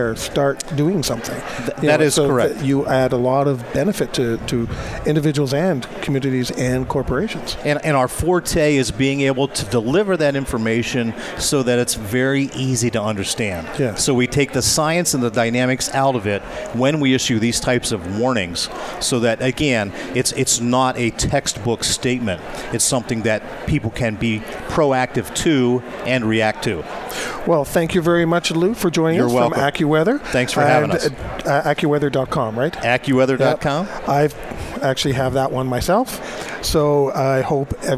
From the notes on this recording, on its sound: Live From Disaster Recovery Journal. Broadcasting live from DRJ 2018 in Phoenix Arizona.